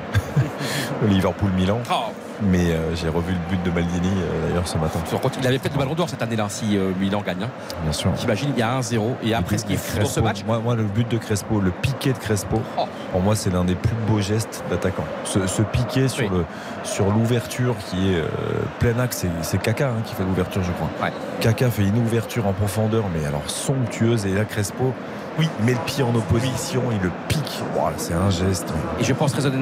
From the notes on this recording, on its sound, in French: en direct du stade Vélodrome